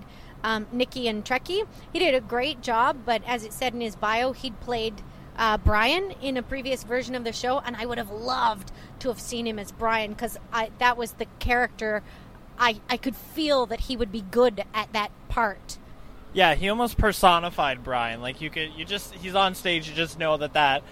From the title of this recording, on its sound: Post Avenue Q debrief on the 401